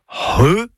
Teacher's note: le son RE, et donc pas CHE ni QUE, c'est RE. C'est un gros H aspiré. Pensez à un hangar, hein, voilà, comme ça, ça va vous aider.